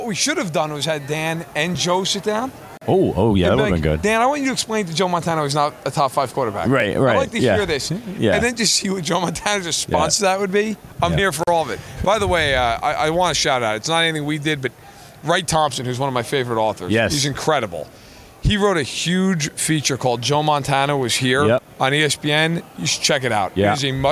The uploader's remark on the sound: Live from Super Bowl LVII